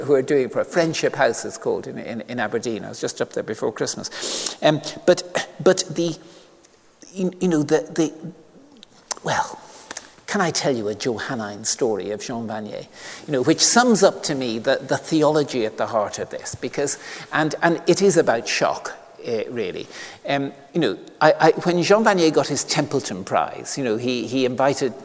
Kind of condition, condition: setting, large echoing room